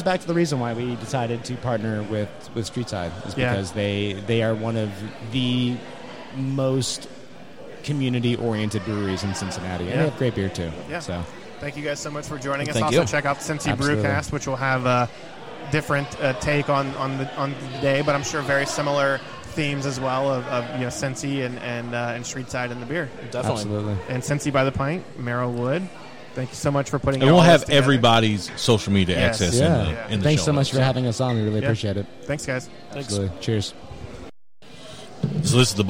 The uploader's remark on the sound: Live at Streetside